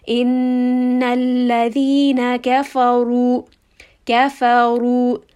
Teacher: In this case, the letter Ra is heavy, so we want a full mouth, back of the tongue should be raised.